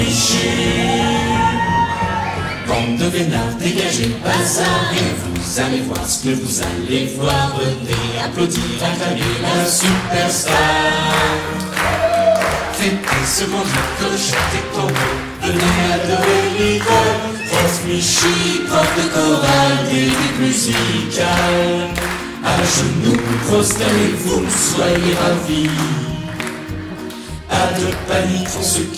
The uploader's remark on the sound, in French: Enregistré en public. À Rennes à l'occasion des 10 ans du festival PodRennes.